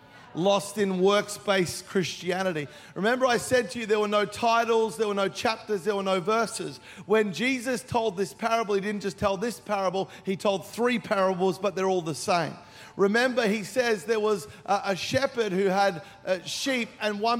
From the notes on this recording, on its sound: Recorded during our 5pm service on Sunday, the 5th of November 2023.